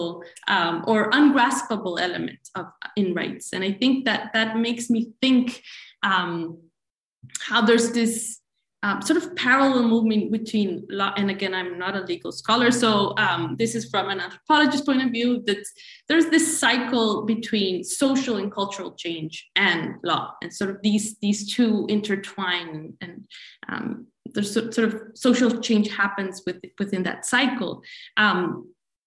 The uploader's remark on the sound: This event was held via Zoom on Wednesday 8 December, 2021.